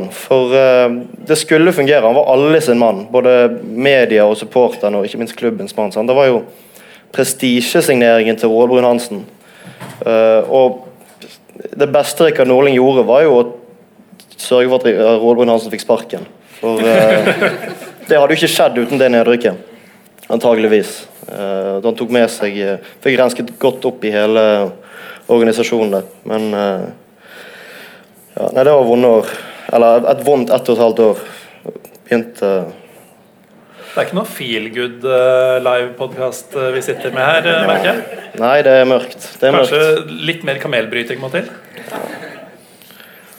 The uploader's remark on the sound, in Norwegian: Opptaket fra vår live-debut på Bergen offentlige bibliotek. Alle som møtte opp denne kvelden!